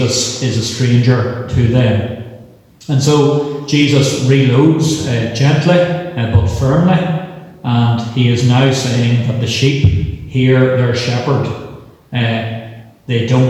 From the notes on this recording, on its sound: This week the main service is from Christ Church, Ballyjamesduff which is part of the Kildrumferton Group in Co. Cavan.